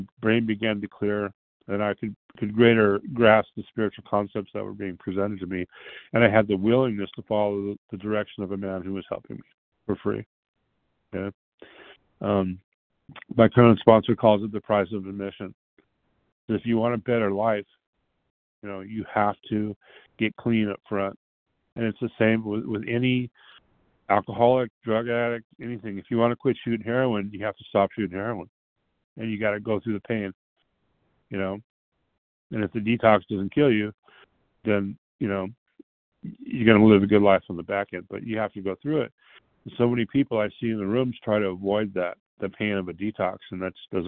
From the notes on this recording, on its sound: 100 Pounders Phone Meeting, 1/29/23